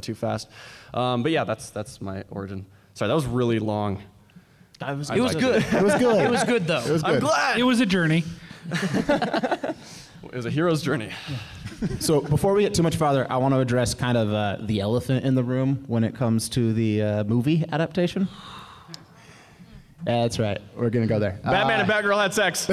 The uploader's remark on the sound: From Salt Lake Comic Con 2016, a panel discussion